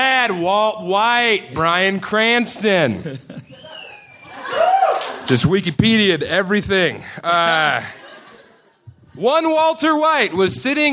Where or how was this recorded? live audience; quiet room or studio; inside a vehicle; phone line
live audience